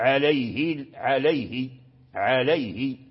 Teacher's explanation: يعني بحال عليه، عليه، عليه، أتمم يعني أتم أتم يعني أتمم أتممنا الكسرة حركة ولكن لم نشبهها · Term: إتمام الحركة